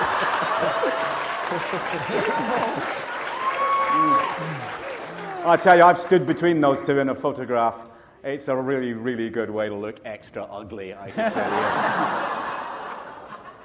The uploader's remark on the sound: This is the 40-minute Q&A following sneak preview screening of the first two episodes of Doctor Who series 6 to a packed movie theater of Who fans in NY on April 11, 2011.